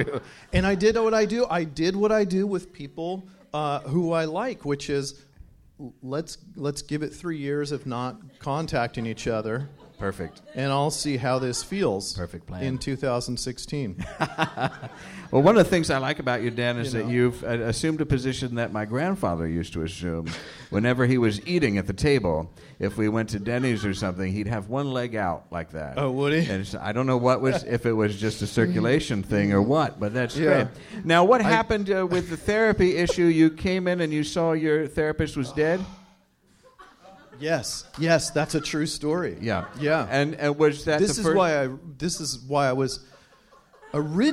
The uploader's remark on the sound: first live show of the season